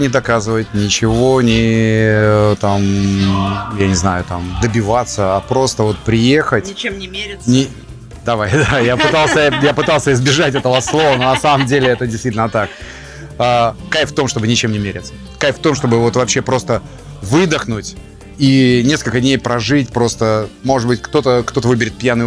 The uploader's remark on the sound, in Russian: Записано в рамках 7-го международного мотослета «Мотобалаган», в столице Арктики, городе Мурманске 9-10 декабря 2022.